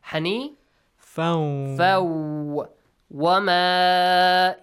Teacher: if you join it to the words after, hanifan with waw, you should merge it